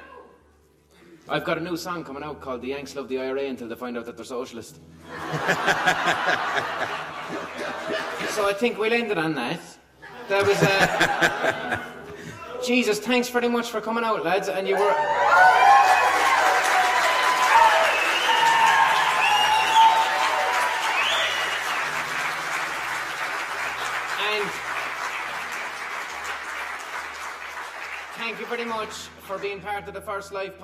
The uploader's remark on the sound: Live, from Duncairn arts centre Belfast.